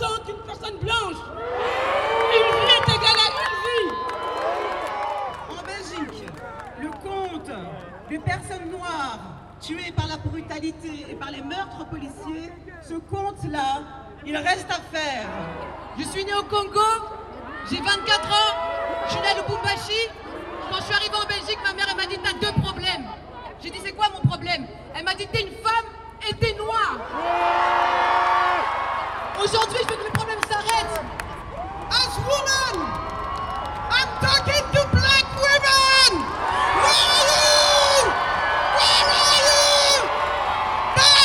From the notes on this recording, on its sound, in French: Rassemblement black lives matter Bruxelles. Extraits des prises de parole du rassemblement Black Lives Matter à Bruxelles. Sur la place Poelaert.